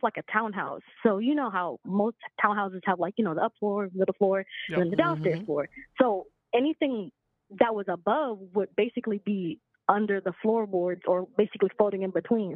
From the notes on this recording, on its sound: BIZARRE JUNKEEZ LIVE CALL IN SHOW!